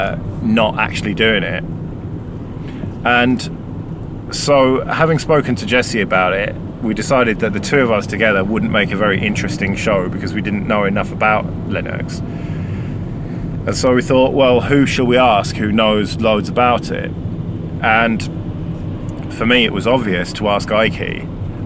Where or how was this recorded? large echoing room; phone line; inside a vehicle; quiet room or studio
inside a vehicle